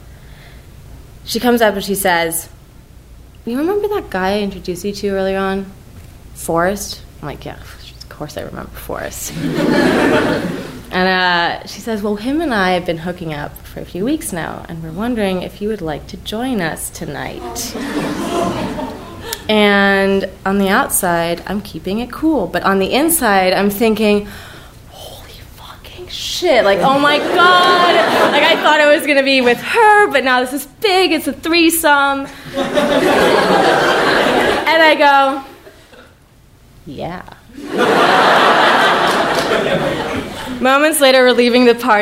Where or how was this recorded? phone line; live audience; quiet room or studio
live audience